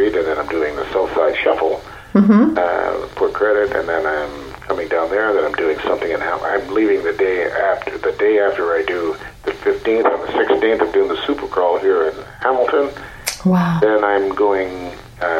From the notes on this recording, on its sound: Joining me via phone